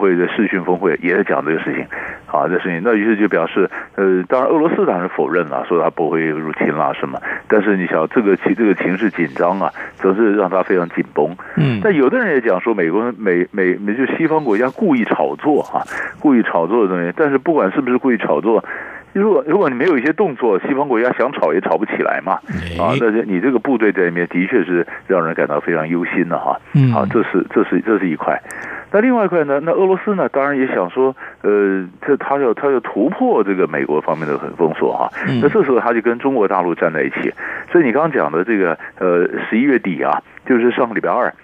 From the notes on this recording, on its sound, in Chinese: 連線訪問